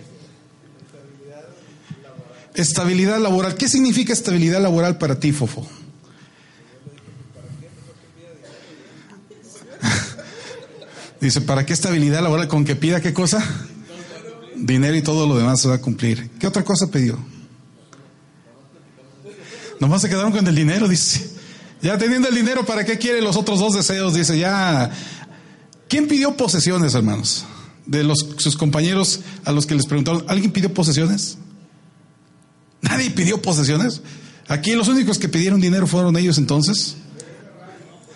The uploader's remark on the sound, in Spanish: Audios de la Convocación Nacional de Adoración 2016 de la Iglesia de Dios (7º día).